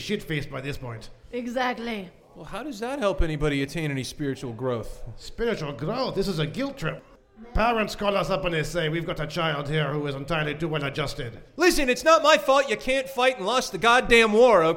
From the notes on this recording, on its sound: Recorded live at 50 Mason Social House.